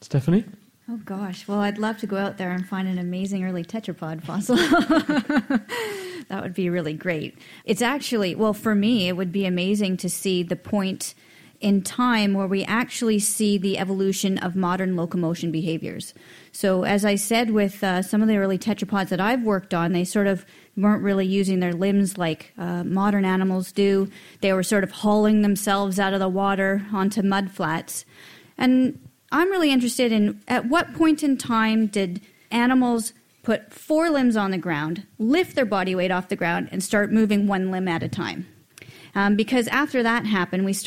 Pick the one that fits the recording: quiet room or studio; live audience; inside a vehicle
live audience